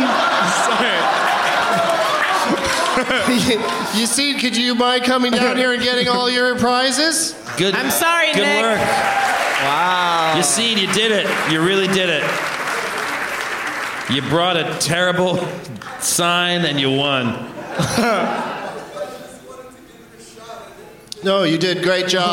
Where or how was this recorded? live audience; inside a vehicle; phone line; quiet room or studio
live audience